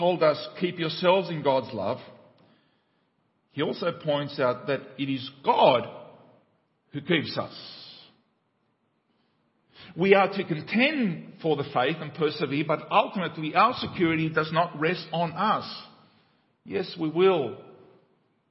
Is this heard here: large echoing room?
yes